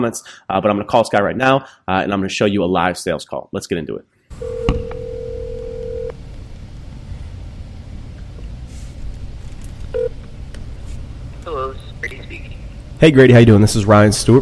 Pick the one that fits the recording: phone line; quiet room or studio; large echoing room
phone line